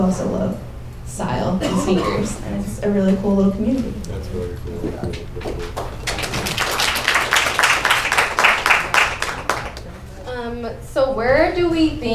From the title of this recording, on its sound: NYC LIVE SHOW